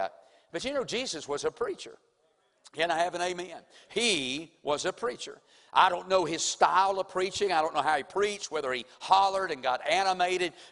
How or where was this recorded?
large echoing room